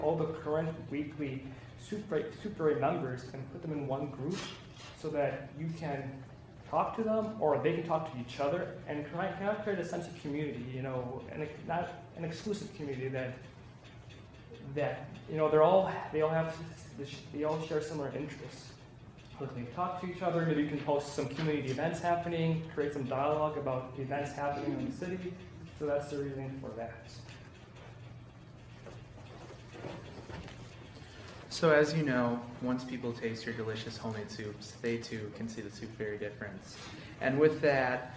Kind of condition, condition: setting, large echoing room